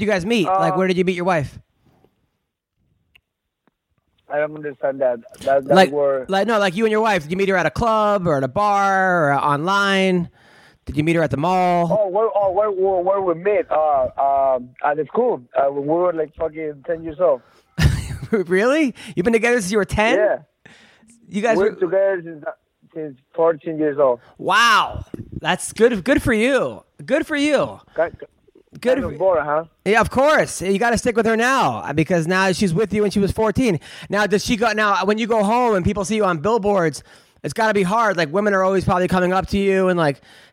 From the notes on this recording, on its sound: Joined in studio. Call.